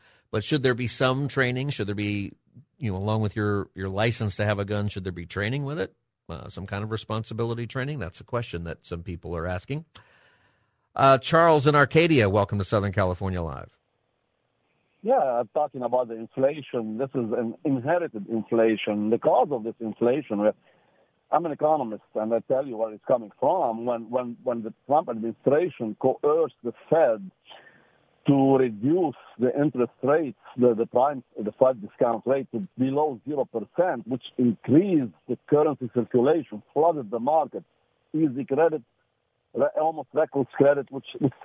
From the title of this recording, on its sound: Open Phone Friday